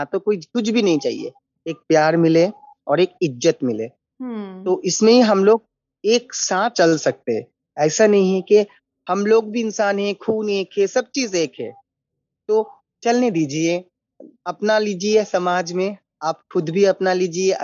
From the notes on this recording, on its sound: This conversation was recorded over Zoom.